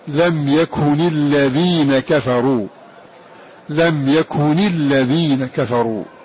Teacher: فكسر في هذه النون ناتج عن التخلص من التقاء الساكنين